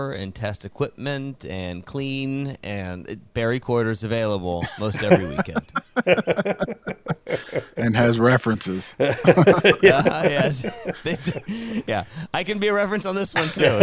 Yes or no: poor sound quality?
no